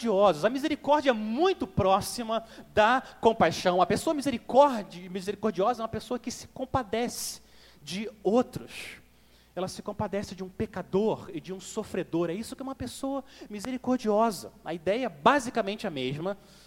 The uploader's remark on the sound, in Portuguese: Mensagem gravada na Igreja Batista Jardim Minesota